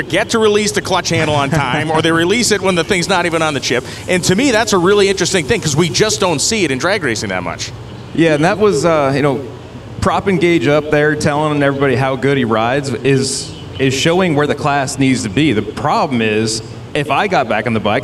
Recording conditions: busy venue